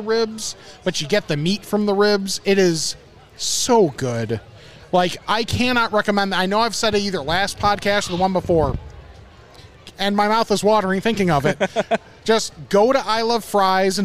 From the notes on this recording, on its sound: Homewood Fall Fest (Recorded Live). It's our first ever live recording.